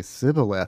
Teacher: there was no SH sound in Ephraimite, so they'd say Sibboleth